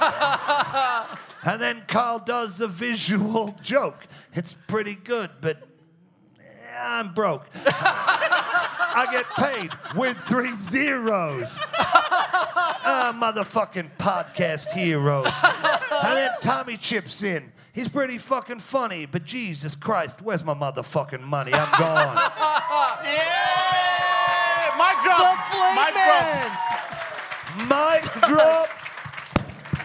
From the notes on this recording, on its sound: Recorded LIVE in Perth on October 30th at Rosie O'Grady's.